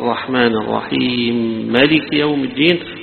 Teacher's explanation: كأن هنا الكسرة بتاعت الرحيم هيلغيها ويدغم الميم فيما يليها · Term: الإدغام